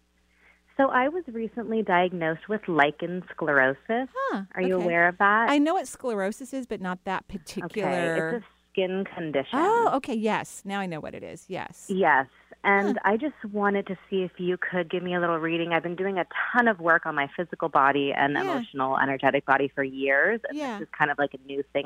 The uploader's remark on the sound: Enjoy this call in show.